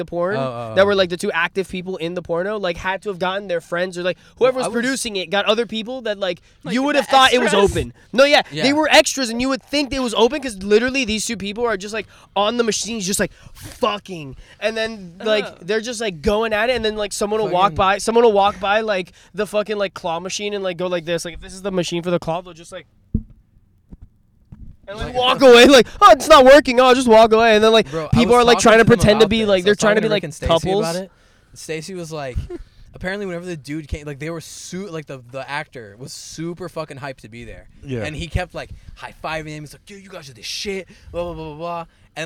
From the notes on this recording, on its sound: We are in the car. Recorded at Thank You Miami.